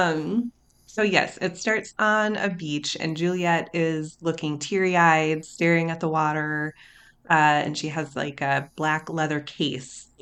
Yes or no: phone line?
no